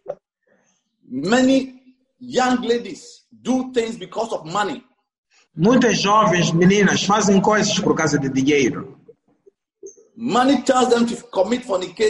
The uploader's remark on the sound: ZOOM PROPHETIC EXPERIENCE SERVICE